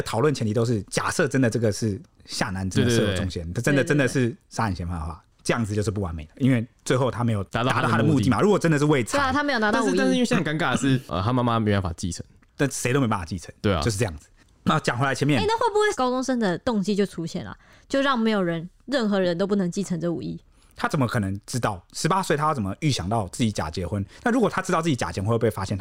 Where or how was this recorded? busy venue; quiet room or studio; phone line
quiet room or studio